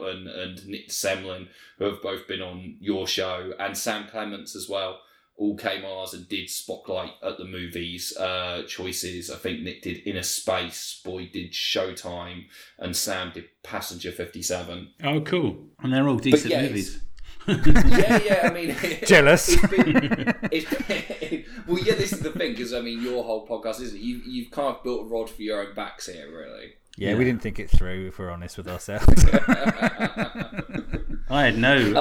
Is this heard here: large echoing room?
no